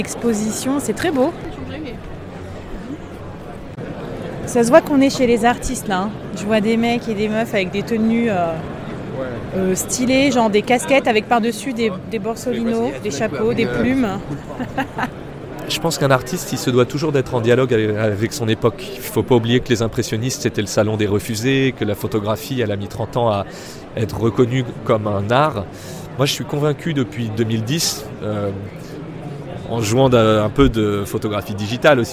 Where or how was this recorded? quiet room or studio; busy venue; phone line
busy venue